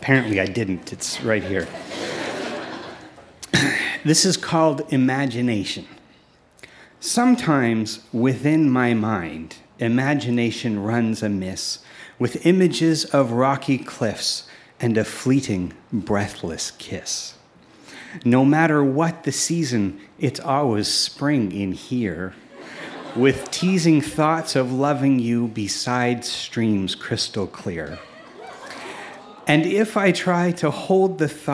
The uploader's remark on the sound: Recorded live at The Guild in Charlottetown, PE.